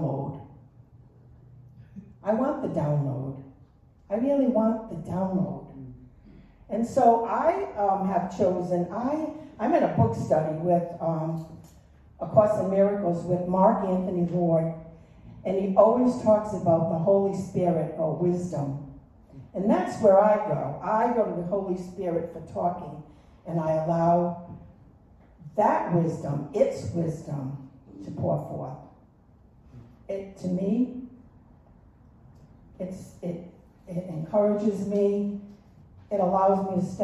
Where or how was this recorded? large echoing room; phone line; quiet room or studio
large echoing room